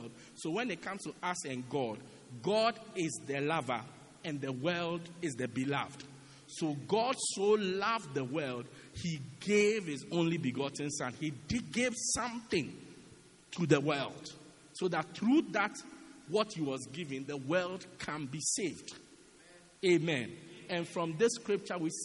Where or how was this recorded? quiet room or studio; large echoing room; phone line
large echoing room